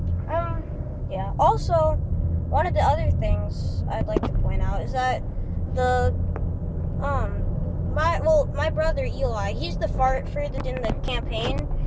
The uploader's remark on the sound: Again In The Car.